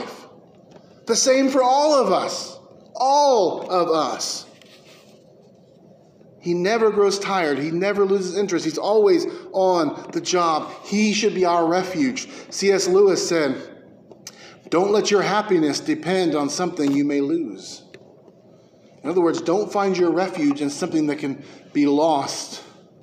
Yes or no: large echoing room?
yes